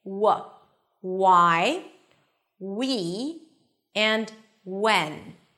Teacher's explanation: when you have an H after the W, it is pronounced with a regular W sound